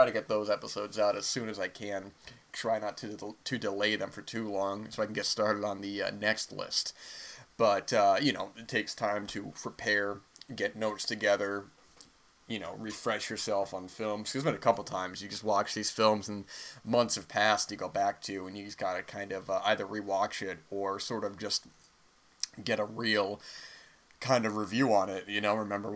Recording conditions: background noise